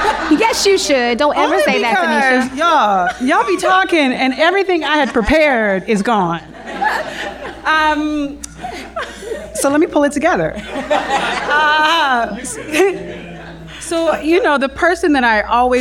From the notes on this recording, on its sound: LIVE in New Orleans at Essence Fest! We journey down to New Orleans during Essence Fest for Bridgespan’s very first live episode recording.